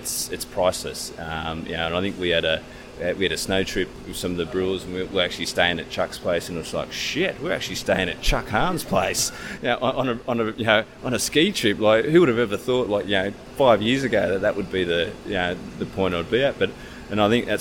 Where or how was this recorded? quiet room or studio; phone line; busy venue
busy venue